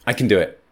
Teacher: You don't stress it. You eat it if it's can, and you stress it if it's can't.